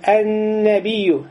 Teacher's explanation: при чтении должны показать «гунну». Вот эту назализацию.